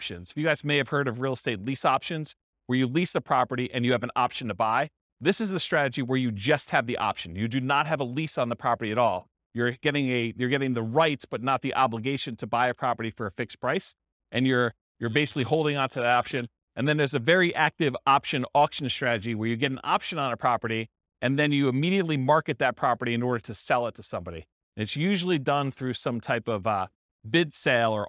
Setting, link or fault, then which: setting, live audience